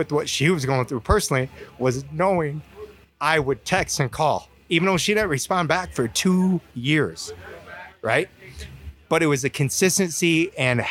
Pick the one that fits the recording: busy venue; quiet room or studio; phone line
busy venue